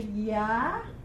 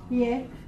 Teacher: the vav can be pronounced as wa or va